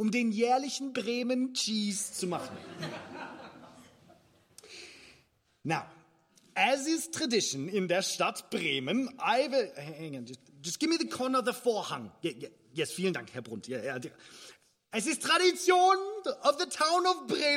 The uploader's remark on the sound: Part of A Very Grimm Christmas performed and recorded in front of a live audience.